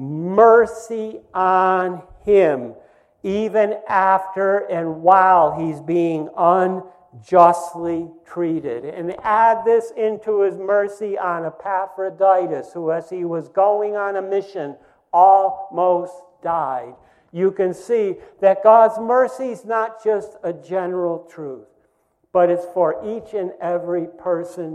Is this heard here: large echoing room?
yes